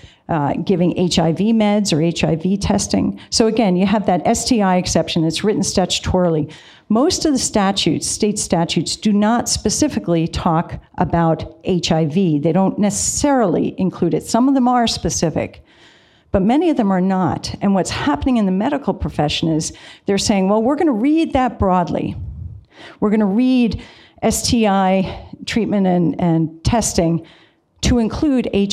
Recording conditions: live audience